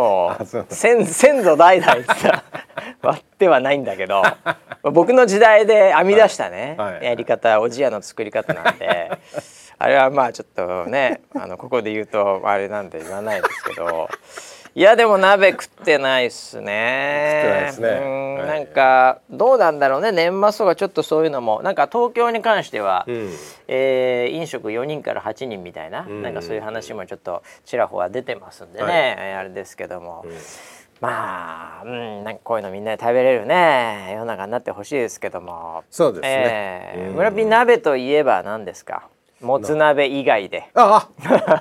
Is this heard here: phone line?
no